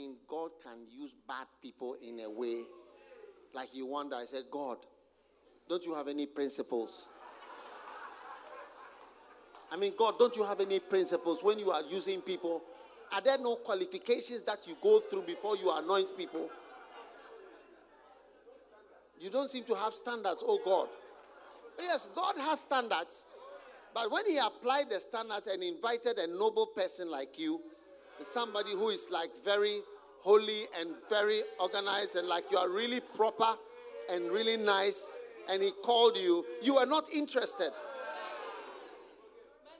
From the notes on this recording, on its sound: Preached at the Use It or Lose It Camp, USA.